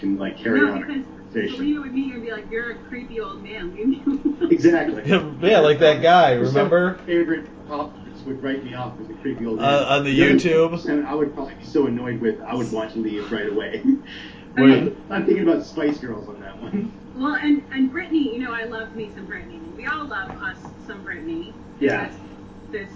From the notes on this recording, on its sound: The audio is a little off this week